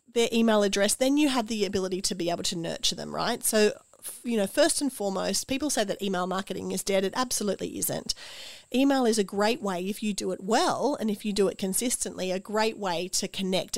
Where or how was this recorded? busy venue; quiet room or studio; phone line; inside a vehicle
quiet room or studio